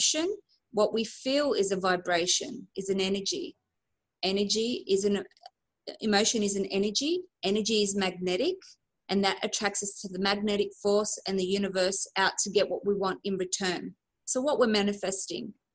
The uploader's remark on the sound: Recorded on a LIVE Webinar. I share my knowledge with a group of amazing women eager to Master their 'Mindset'.